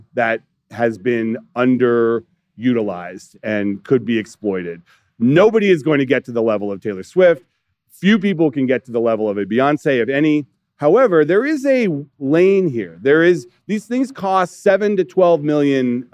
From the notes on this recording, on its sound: Live from Bloomberg’s Screentime event in Los Angeles